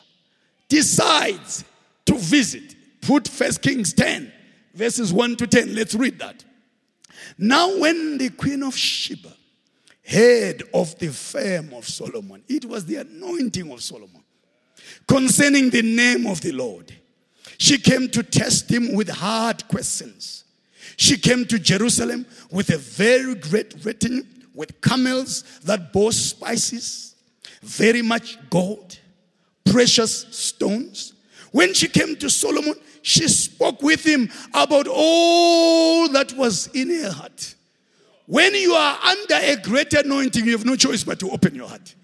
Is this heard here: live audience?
yes